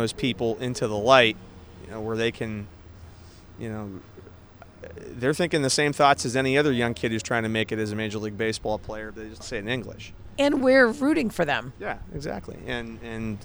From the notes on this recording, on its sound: Live from the Road: On a sidewalk in San Francisco